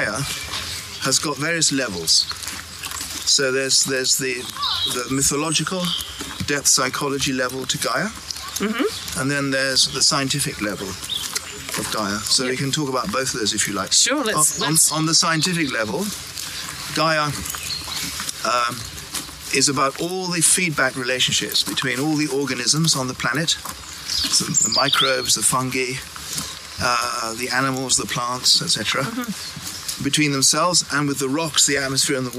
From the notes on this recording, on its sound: As we walk and talk. Our conversation was recorded pre-covid when I was last at the College.